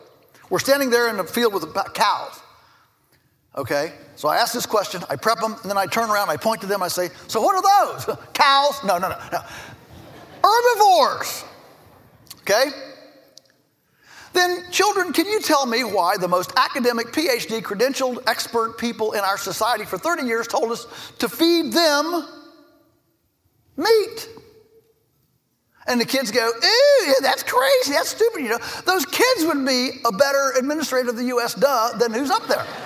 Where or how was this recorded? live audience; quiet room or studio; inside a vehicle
live audience